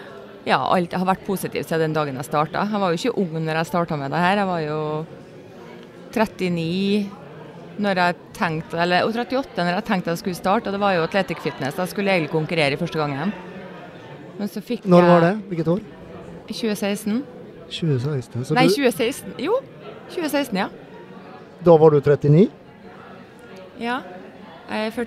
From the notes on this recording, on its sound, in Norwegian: Live Studio - Inveiing. Live studio med intervjuer av atleter, og andre interessante personer under innveiingen!